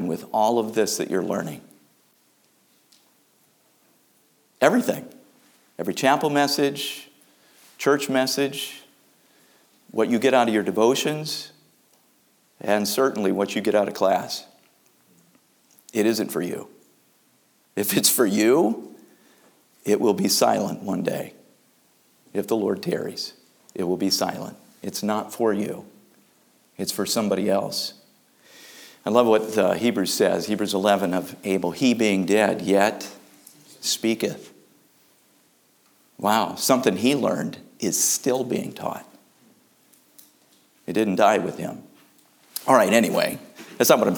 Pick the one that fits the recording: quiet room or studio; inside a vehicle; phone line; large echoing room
large echoing room